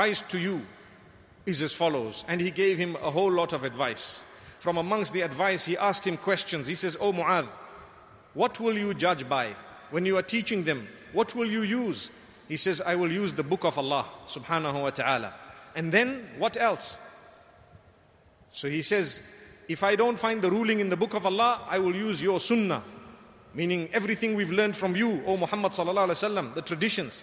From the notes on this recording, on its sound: Delivered at Tuanku Mizan Zainal Abidin Musjid Ramadaan 1435